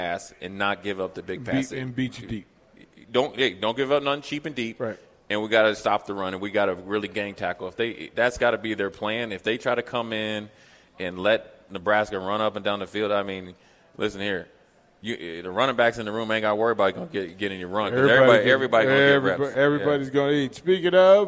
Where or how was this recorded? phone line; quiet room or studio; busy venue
busy venue